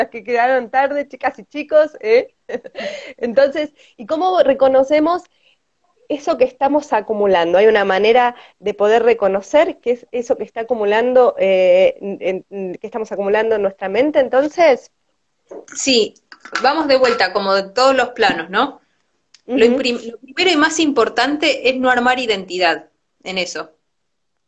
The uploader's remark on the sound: Instagram live